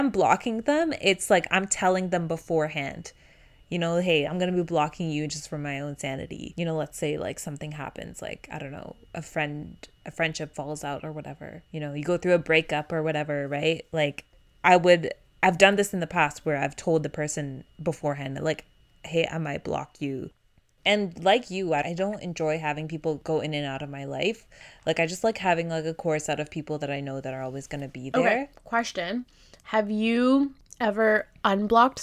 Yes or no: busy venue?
no